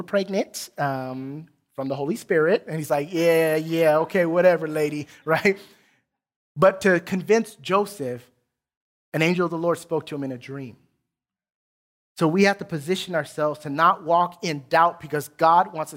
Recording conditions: large echoing room